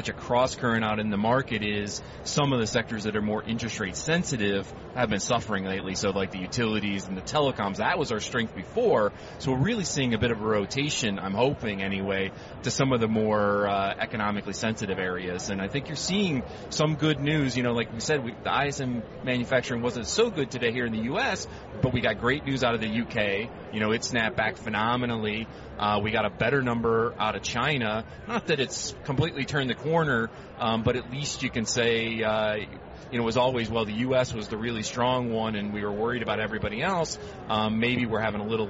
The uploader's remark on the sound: Live from the 2016 US Tennis Open.